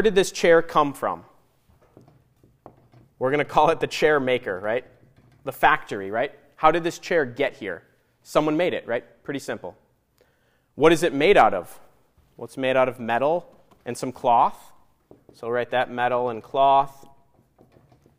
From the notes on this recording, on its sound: Audio from the Rite of Christian Initiation for Adults (RCIA) class at Saint Paul's